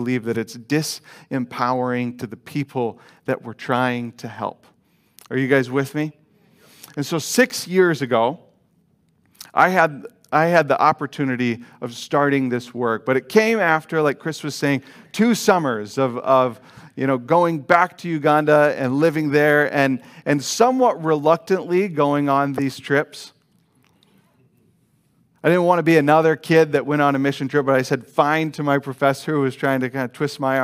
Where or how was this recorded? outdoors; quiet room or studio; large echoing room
large echoing room